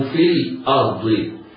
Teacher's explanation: في كلمة الأرض راء ساكنة وقعت بعد فتح، حكمها التفخيم، والضاد حكمها التفخيم.